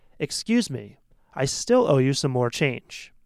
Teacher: So when we say still, we often say it more strongly than a lot of the words in the sentence. · Term: emphasis on still